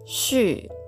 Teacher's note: 反り舌音と言いまして口の中で舌を上に反り上げてその両脇から息を漏らすようにして発音します